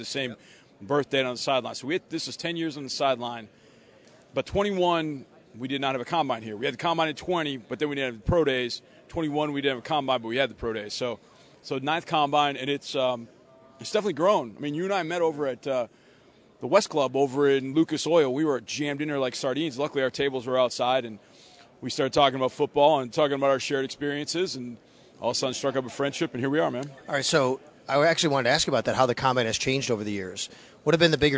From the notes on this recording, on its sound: Live from the combine.